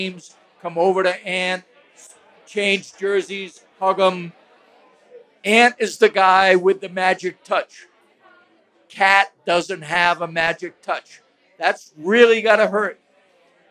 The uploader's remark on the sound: Live At Falling Knife Brewing. Live from Falling Knife Brewing Company. Then they take questions from listeners live from the taproom.